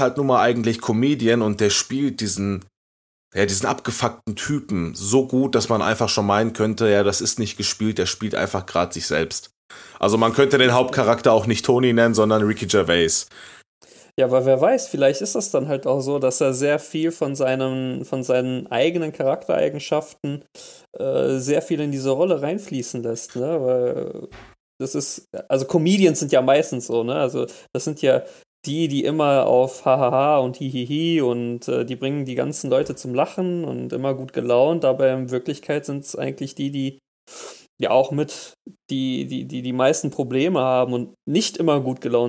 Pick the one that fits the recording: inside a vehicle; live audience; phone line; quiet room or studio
quiet room or studio